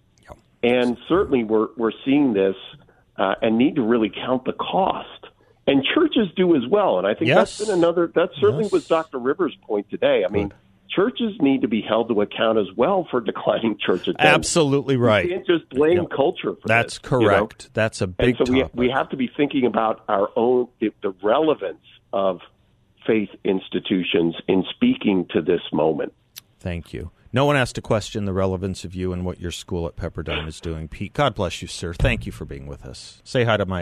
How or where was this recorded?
phone line